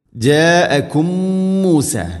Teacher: ജാഅകും മൂസ, മീമുസാക്കിനക്ക് ശേഷം മീമ് ഇദ്ഗാമു തമാസിലൈൻ, ഇവിടെ മണിച്ചുകൊണ്ട് ഉച്ചരിക്കണം. ഒന്നാമത്തെ മീമിനെ അടുത്ത മീമിലേക്ക് കൂട്ടിലയിപ്പിച്ച് മണിച്ചുകൊണ്ട് ഉച്ചരിക്കുക